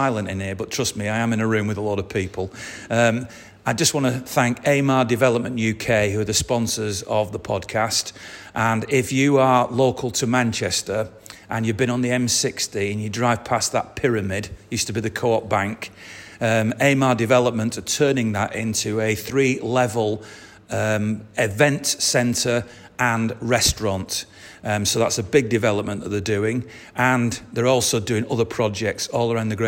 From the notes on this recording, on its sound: live at the Bury MCFC official supporters